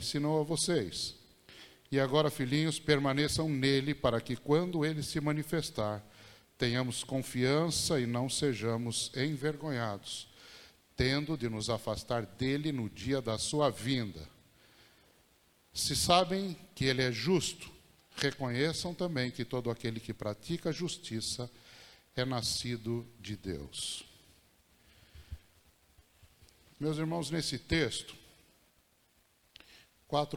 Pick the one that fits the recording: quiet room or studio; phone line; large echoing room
large echoing room